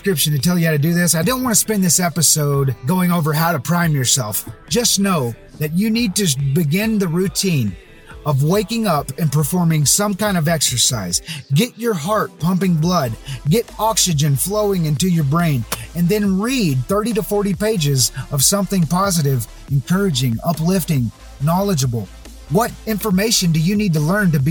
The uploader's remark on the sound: Most every episode has been created from my car using Adobe Audition.